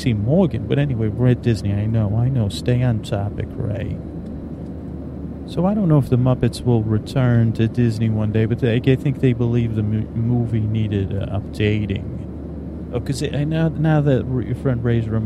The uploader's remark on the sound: A mellow dreamy plane ride where your thoughts are soaked in white noise. CONTAINS AMBIENT AUDIO as it was recorded on a plane and during layovers at airports.